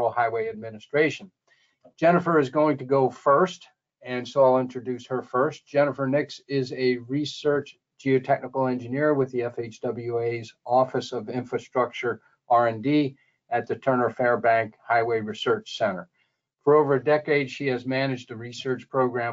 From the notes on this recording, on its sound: This is an audio version of the webinar.